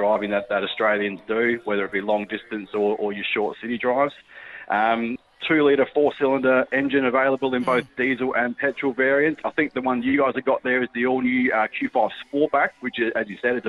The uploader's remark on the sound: He called